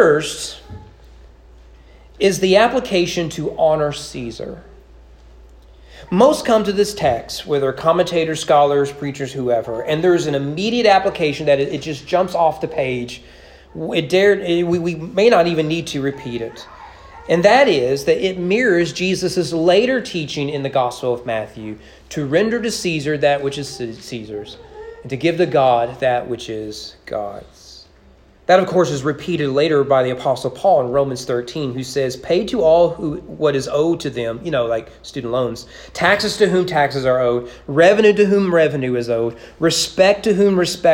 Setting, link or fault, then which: setting, large echoing room